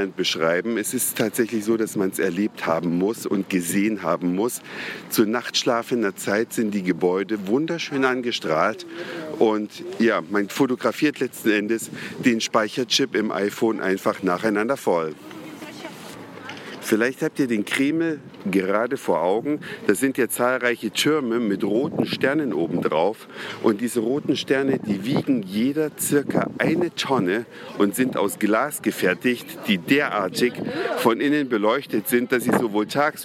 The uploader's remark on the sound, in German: Live unterwegs in der Stadt Roter Platz und Kreml, Gorki Park, GUM, TV-Aufzeichnungen, Waterjets Moskau bei Nacht.